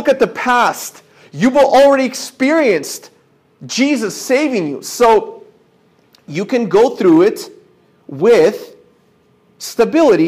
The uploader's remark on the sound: This is a sermon I preached at my church